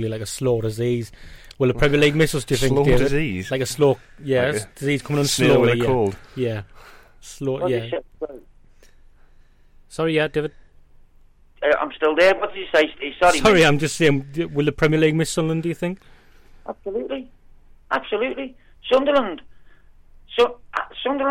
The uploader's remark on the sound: joins us on the phone